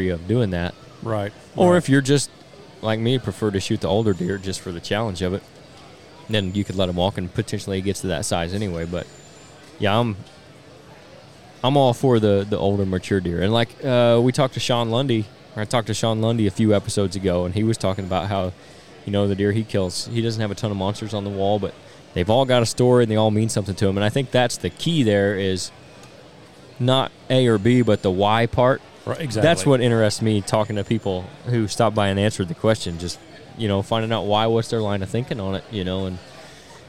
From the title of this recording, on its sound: On-Site at the 2023 Illinois Deer and Beer Fest